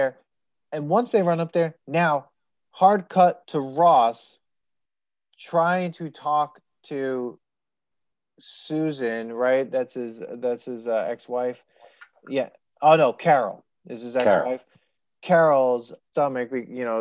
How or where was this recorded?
video call